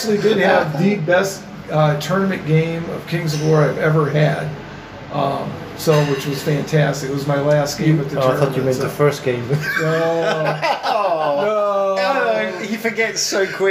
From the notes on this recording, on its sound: Live" from Bugmans Cafe in GW.